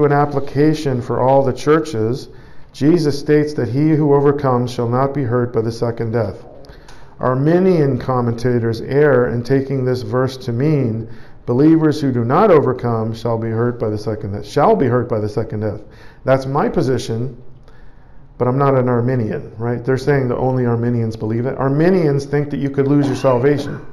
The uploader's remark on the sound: Preached at The Church at Brimley. Toronto, Canada.